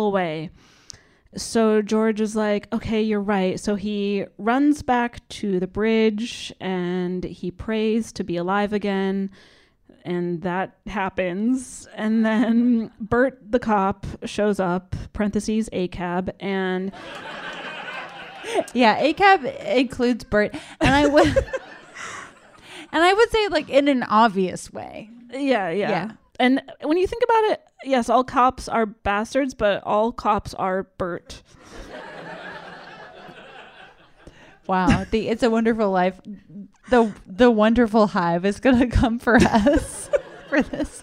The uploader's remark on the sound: LIVE episode. Recorded in LA at Dynasty Typewriter.